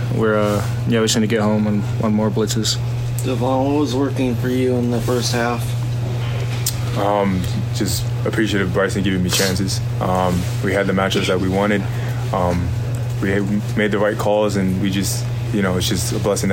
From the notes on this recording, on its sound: Post game press conference. At Washington.